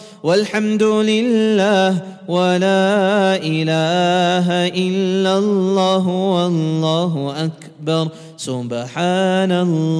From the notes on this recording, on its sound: at the Houghton Masjid (West Street)